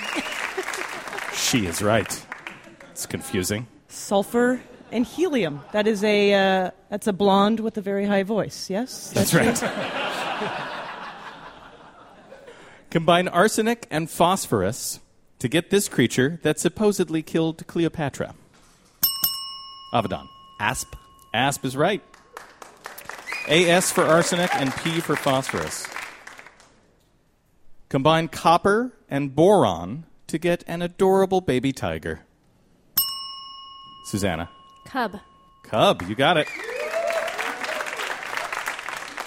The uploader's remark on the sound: Live from the 2013 World Science Festival